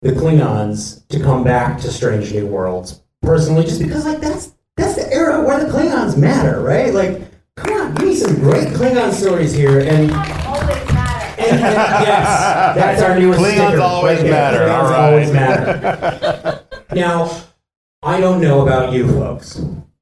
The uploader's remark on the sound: FanExPo Panel. As we meet for the first time live to host a panel at FanExPo 2023.